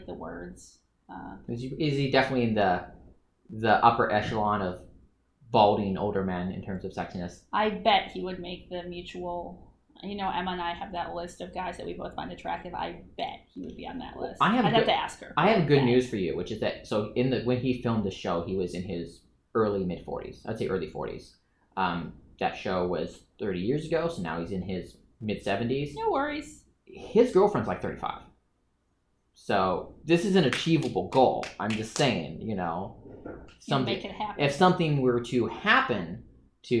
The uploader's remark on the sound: This episode was recorded on location with a single mic, so please forgive some audio wonkiness.